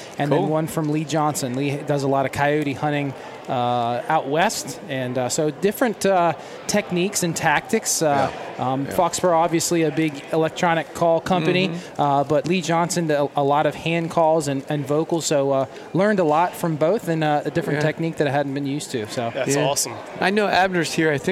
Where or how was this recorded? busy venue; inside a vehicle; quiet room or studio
busy venue